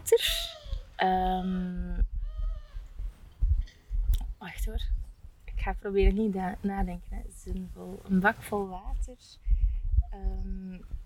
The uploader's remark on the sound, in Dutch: Guislain museum ging ik een tijdje geleden in gesprek. De wind saboteert hier en daar een beetje de opname.